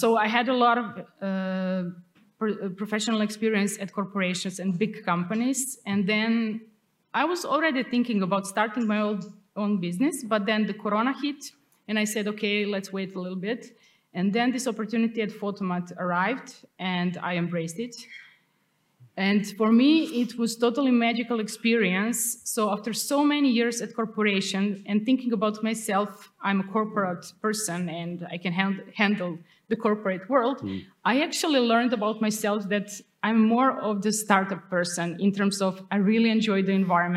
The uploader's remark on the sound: This was the chat in my first ever live podcast on stage at the Empple Employer Branding Festival in Belgrade, Serbia in October.